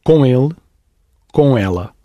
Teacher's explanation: So you don't link an M, even though it's written with an M. That M indicates a nasal sound.